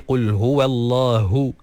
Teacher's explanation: keluarkan ha tu dengan makhrajnya daripada pangkal kerongkong yang paling bawah, dan keluarkan anginnya sekali. · Term: huruf ha